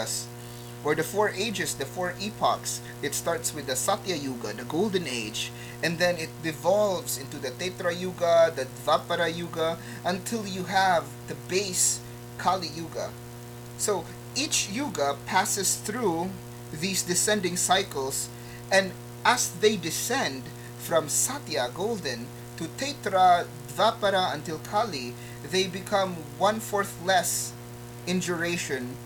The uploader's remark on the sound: Apologies in advance for the audio static.